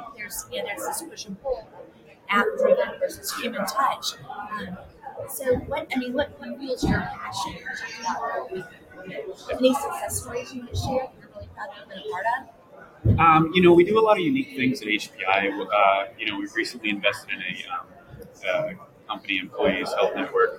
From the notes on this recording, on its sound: Live at the SIIA 2022 Engage Conference